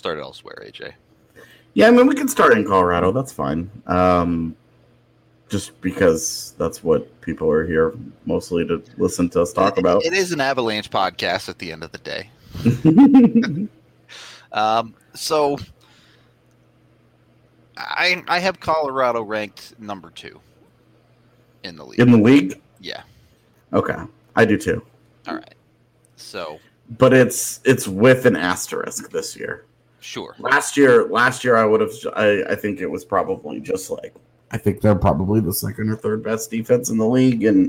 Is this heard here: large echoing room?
no